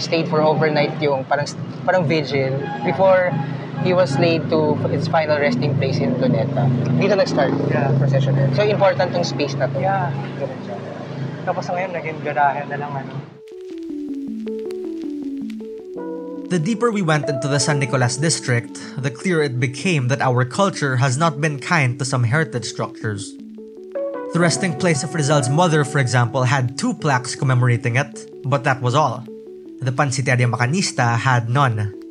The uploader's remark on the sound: a walking tour of San Nicolas